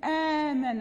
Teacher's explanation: فحين تكون مثلا آمن أصلها أأمن، حين تأتي الكلمة هكذا يعني لغة وقراءة في العربية، حين تكون همزة مفتوحة وهمزة ساكنة بعدها يبدلون الهمزة الثانية، يعني لغة وقراءة، هذه في اللغة العربية، لأن آمن أصلها آمن فتصير آمن، لذلك يسمى مد البدل، يسمى مد البدل لأن الهمزة الثانية مبدلة، أصلها همزة وصارت حرف مد، فهي أبدلت حرف مد.